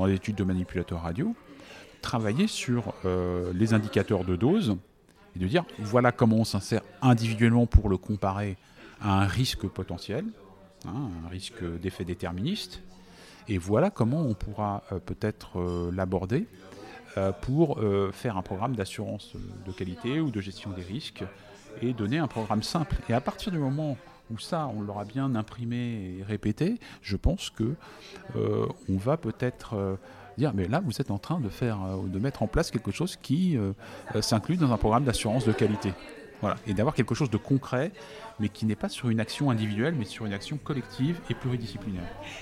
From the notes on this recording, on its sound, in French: Enregistrer en public. Dans un lieu insolite et charmant : l’anti-café à Bordeaux.